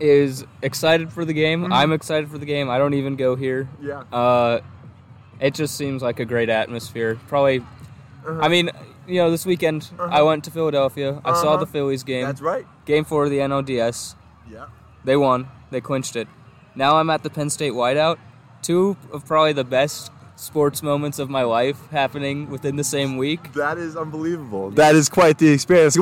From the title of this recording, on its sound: Live From The Tailgate Lots!